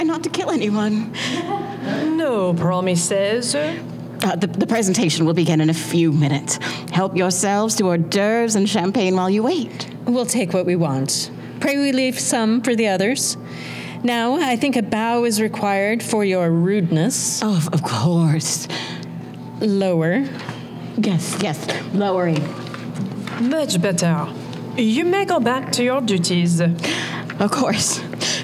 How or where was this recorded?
live audience